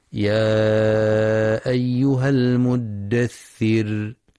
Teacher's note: ينتبه القارئ للمد المنفصل في يا أيها، حيث يمد 4 أو 5 حركات في رواية حفص من طريق الشاطبية، وينتبه القارئ لترقيق الراء وقفا في كلمة المدثر.